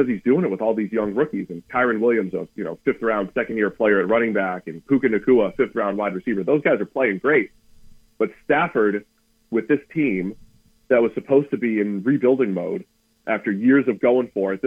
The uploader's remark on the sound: Joins the show on the Farm Bureau guest line talking about all of the NFL craziness live in the BankPlus Studio.